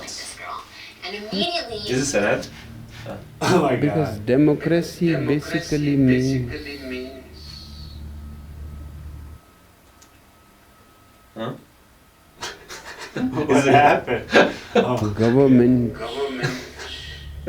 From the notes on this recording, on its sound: Very sorry about the audio.